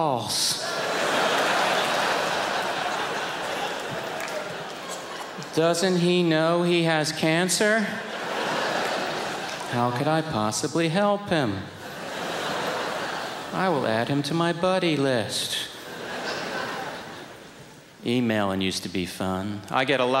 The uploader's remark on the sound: brings his dry, piercing wit to the 2003 Just for Laughs Festival in Montreal